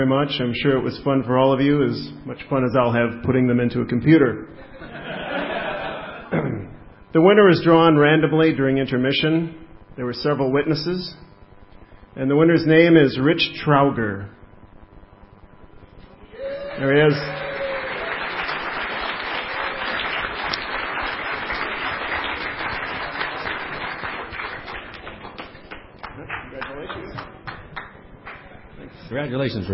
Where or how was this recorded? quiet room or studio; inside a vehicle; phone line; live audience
live audience